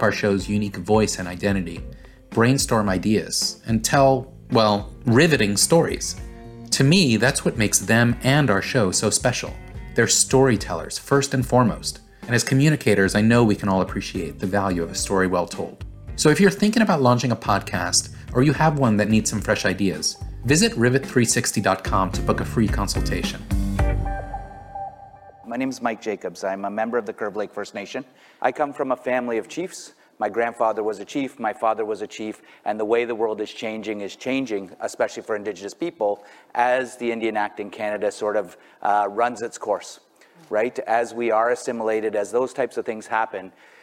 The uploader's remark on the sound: A Conversation from the 2023 Page Annual Conference. Our recent Annual Conference Panel.